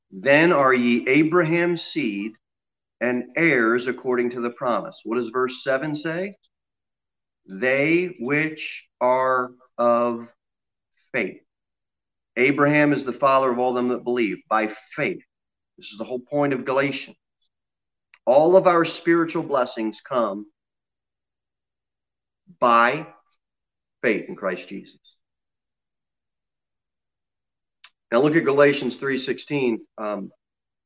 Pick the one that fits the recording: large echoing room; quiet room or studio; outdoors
large echoing room